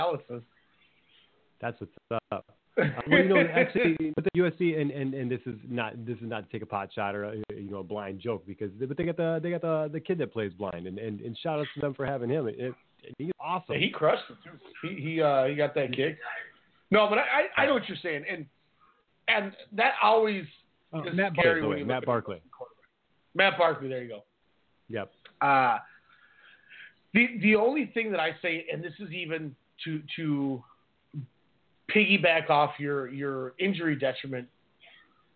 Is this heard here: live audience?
no